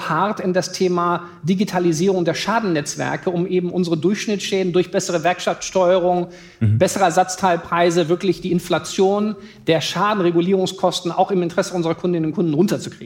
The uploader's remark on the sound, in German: Live-Podcast